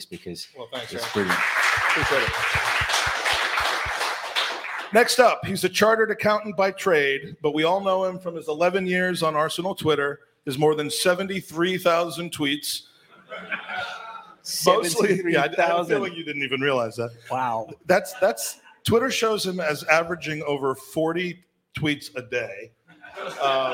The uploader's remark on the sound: Gooners v Cancer LIVE from LONDON. Its the FIRST ever live Gooners Pod show from the homeland - LIVE from the Ridley Road Social Club in London!